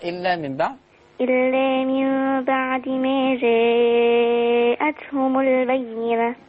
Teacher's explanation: جاءتهم ده مد متصل. نعم، تمدي ستة